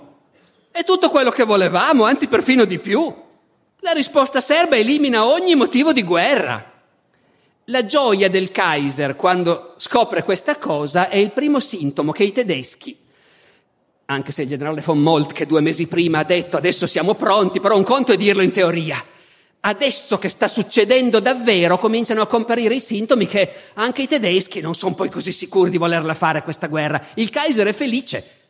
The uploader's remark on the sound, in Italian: Festival della Mente, 2014